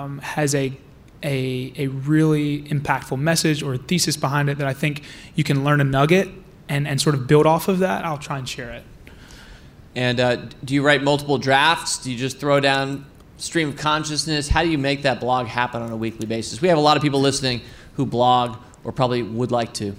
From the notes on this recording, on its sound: In front of a live audience here at Fool HQ.